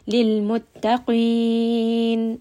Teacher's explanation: Lam here is going to have sukun, so we have tawassut, and then qaf is going to be heavy, and then we end here on a four count mad. · Term: mad'arid lissukun